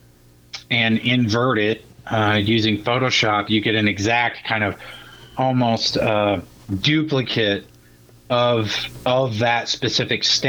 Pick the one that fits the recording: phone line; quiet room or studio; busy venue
phone line